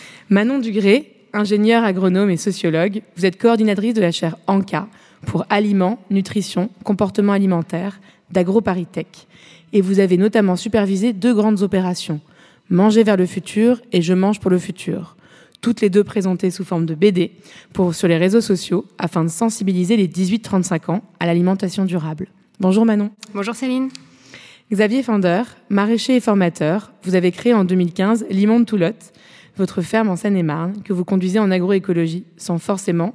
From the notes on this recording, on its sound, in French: Enregistrée en public à l’Académie du Climat.